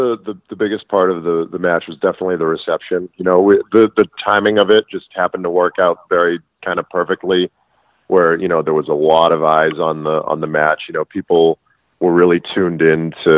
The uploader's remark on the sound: I was joined over the phone